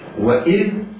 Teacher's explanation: الواو مفتوحة مرققة، همزة إذ مكسورة مرققة، والذال ساكنة